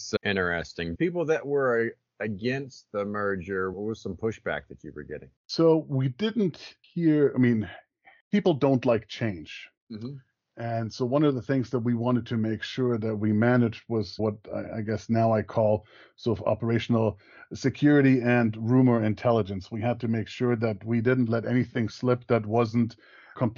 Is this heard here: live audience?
no